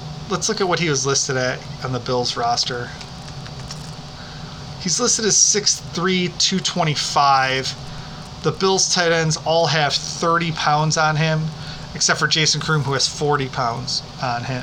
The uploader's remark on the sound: We did have some background noise in this episode. Live recordings always present some challenges.